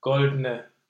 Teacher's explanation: Say that, and then it released into the N, goldene, goldene. So the tongue comes up for the D, but goes straight to the N because it's in the right position anyway.